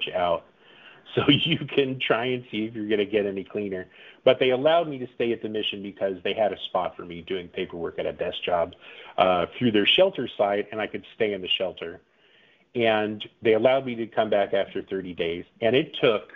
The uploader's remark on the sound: The audio is a bit muddy because it was a phone